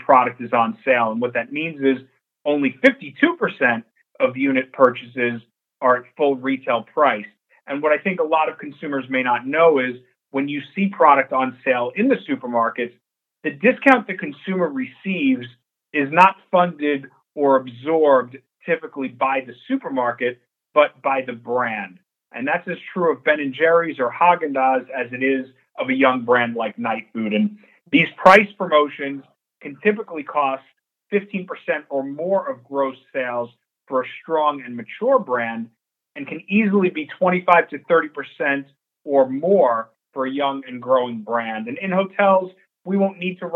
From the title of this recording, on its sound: Nightfood Investor Conference Call for March 1st, 2022